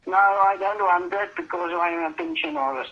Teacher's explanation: And she rolled the R